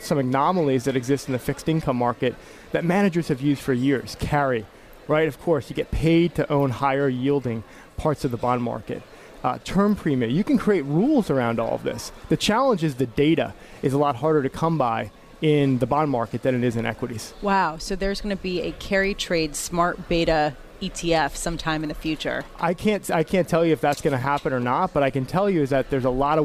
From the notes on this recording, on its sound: Live from Pershing's INSITE 2017 conference at the Manchester Grand Hyatt in San Diego.